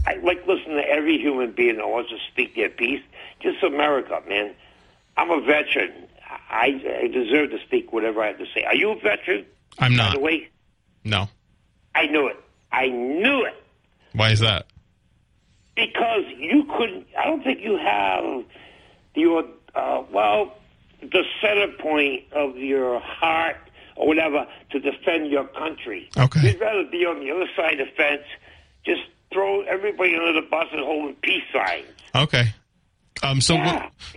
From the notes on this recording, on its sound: takes calls from the audience